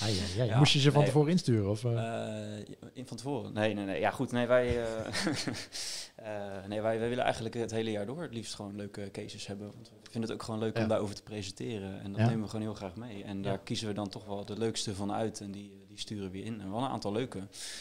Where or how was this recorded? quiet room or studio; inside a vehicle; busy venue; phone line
busy venue